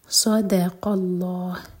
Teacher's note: صاد heavy, دال light, قاف heavy, اور پھر لام جلال ہیوی. ہا کو ساکن کر کے رکیں گے تو مد عارض لسکون.